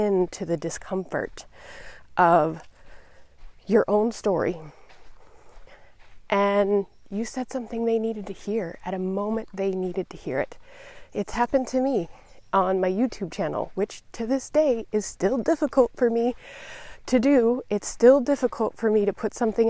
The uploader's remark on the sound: In this episode, I’m experimenting with recording my podcast while walking in nature.